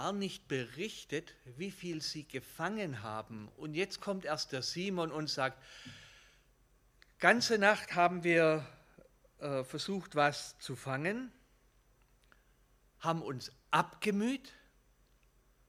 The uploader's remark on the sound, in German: Gottesdienst